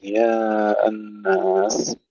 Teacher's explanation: رياء يقرأها أبو جعفر هكذا بالياء بدل الهمزة